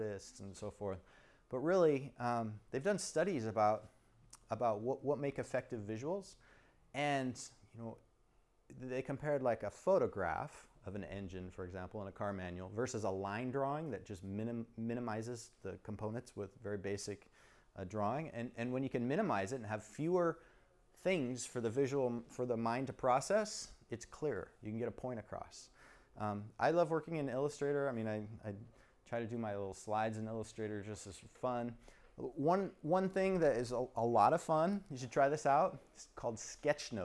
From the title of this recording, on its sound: Recording of my STC Sacramento presentation